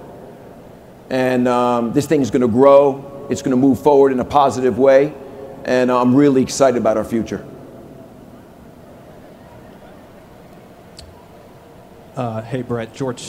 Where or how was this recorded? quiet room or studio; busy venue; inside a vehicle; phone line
busy venue